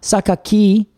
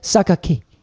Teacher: And I also learned that at the end, it's not Sakaki, it's like Sakaki. Like it's almost like the I disappears before it even gets there · Shown in: second take